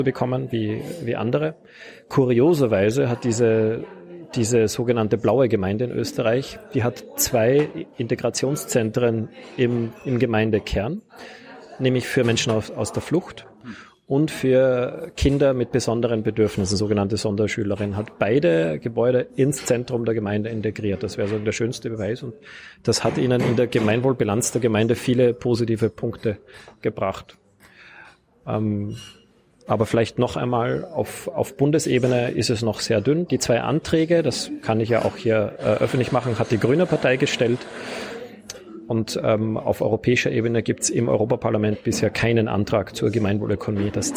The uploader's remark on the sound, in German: in der Berliner Buchhandlung Ocelot aufgezeichnet